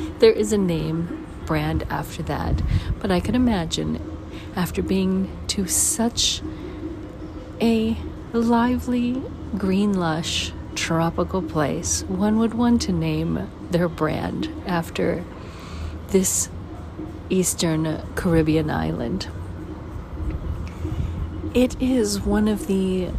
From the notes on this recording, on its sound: Caribbean Mindfulness Tour: St John's, Antigua. Special Edition On Location Walk and Talk.